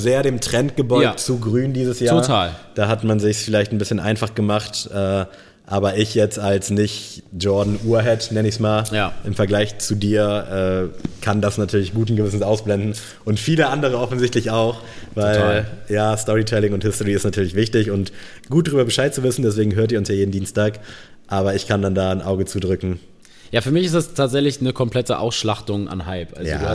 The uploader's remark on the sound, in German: Danke an Allike, dass wir in eurem Store die Aufnahme realisieren konnten.